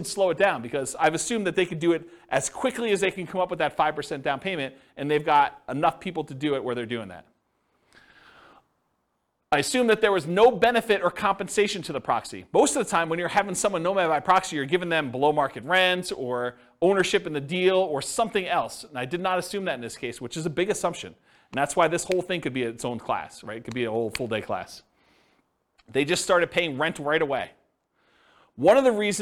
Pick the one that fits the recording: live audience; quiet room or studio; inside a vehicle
live audience